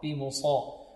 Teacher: الصاد هنا مفخمة مطبقة